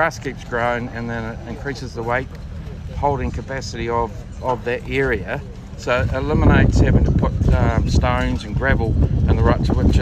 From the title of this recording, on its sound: Live from the South Island Ag Field Days